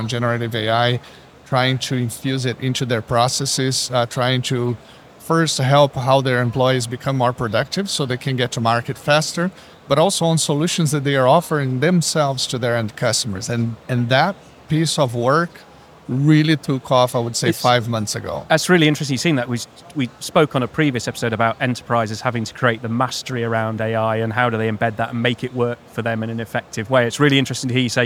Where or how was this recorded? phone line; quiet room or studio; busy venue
busy venue